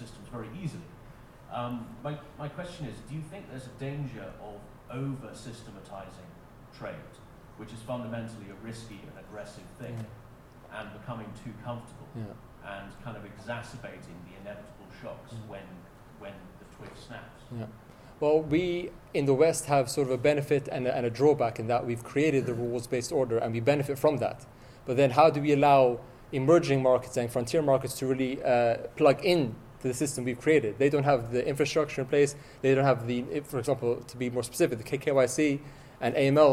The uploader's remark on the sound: This keynote was delivered on the 27th February 2020 in Helsinki, Finland, as part of the International Trade and Forfeiting Association Fintech Discovery Day Conference.